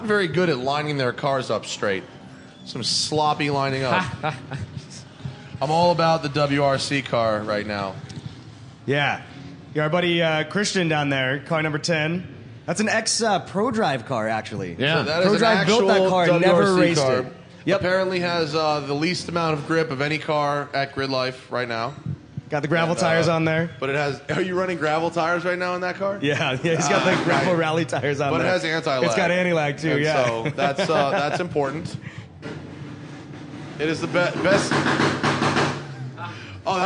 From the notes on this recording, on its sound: Live from #GRIDLIFE Midwest. We're in the announcers booth at #GRIDLIFE Midwest Festival announcing.